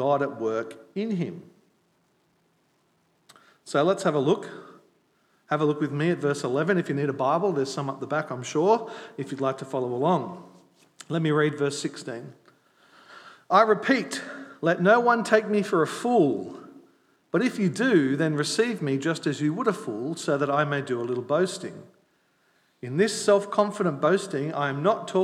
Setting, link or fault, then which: setting, large echoing room